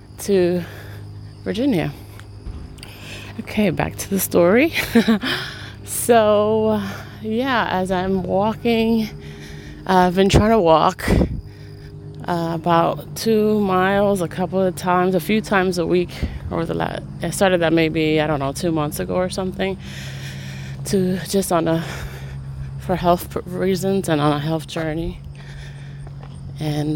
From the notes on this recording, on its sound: I recorded this podcast on an early morning walk. It was the first time I had used my voice that day, so please pardon my the first few seconds of my voice.